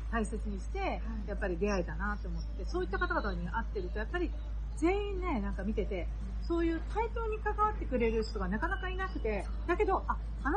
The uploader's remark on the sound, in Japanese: 室外での収録のため、大変聞きずらいと思いますが